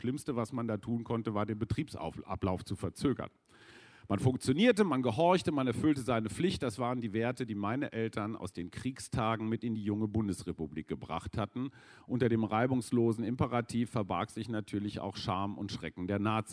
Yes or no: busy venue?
yes